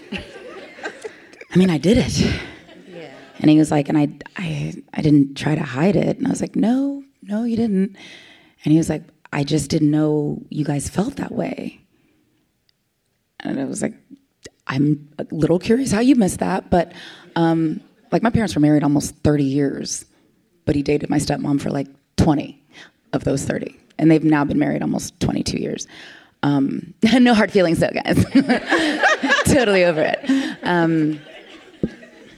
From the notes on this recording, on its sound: live audience recording